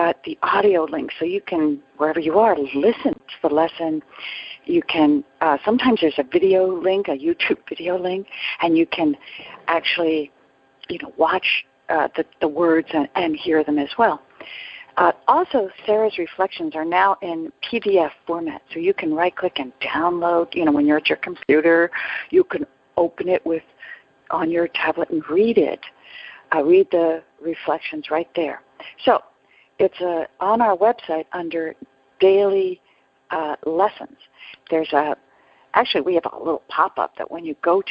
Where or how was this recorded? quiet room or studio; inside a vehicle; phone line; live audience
phone line